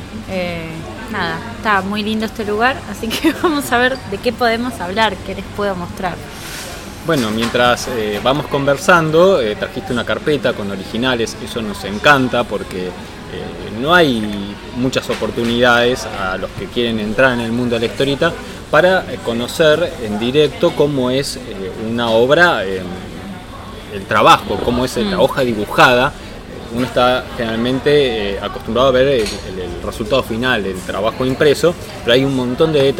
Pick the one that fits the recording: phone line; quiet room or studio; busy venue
busy venue